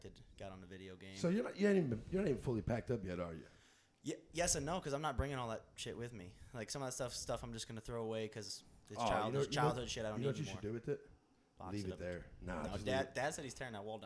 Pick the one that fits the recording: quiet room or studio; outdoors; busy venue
busy venue